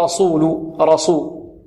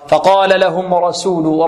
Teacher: إذن الراء مفخمة والسين مرققة، فنخلص السين من الراء · Shown in: second take